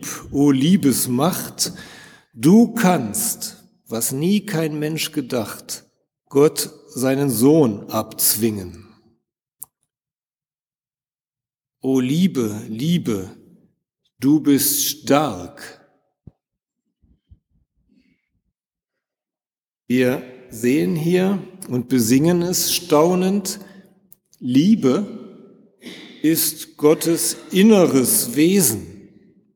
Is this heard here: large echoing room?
yes